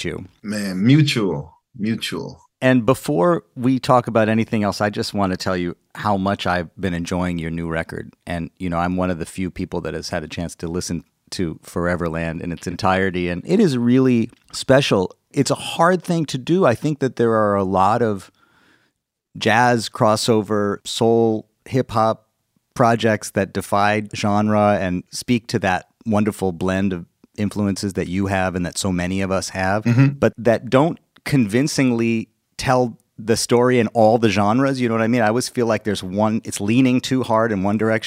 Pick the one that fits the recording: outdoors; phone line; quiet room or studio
quiet room or studio